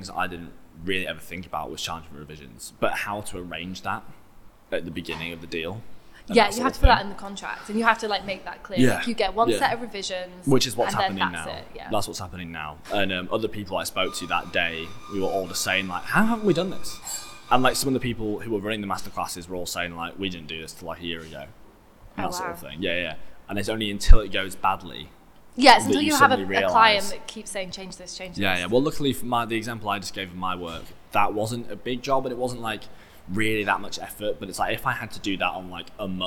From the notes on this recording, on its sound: Thank you to the Old Red Bus Station for letting us record in their upstairs cantina!